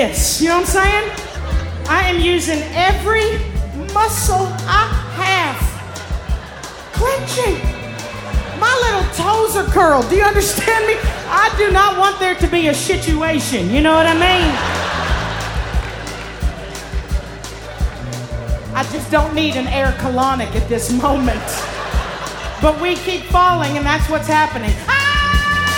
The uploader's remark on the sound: At Snap LIVE! in Brooklyn. Performed Live at Brooklyn Academy of Music.